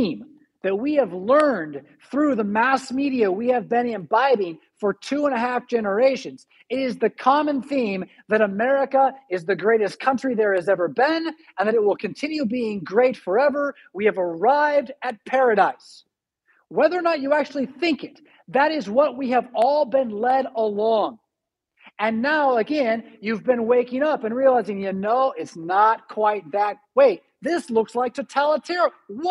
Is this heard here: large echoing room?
yes